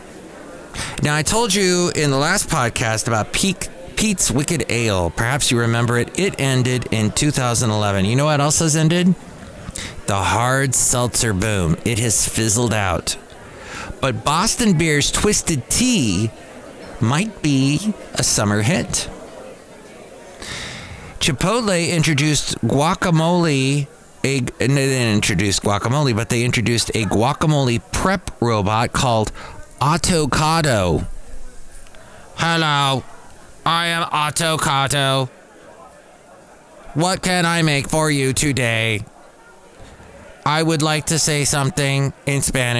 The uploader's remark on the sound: podcasts live from Café Anyway